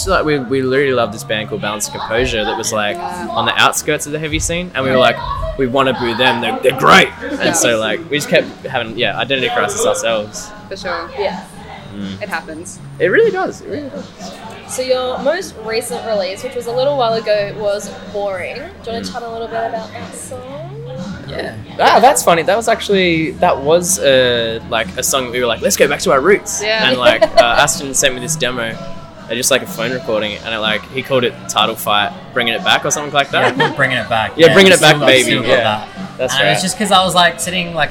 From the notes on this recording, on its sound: In this one we are out in the field, on-site at Stay Gold in Brunswick. Due to being recorded on-site at the actual venue right before their show, there is a bit of background noise, mostly music from the front bar in Ollies Pizza Bar.